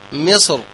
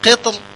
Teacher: فابن الجزري اختار التفخيم في مصر والترقيق في القطر